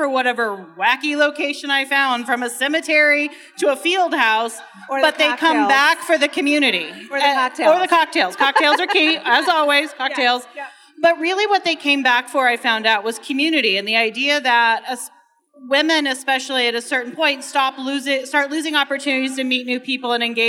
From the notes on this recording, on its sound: Recorded live at the Motor City Woman’s Podcast Brunch as part of the Detroit Podcast Festival.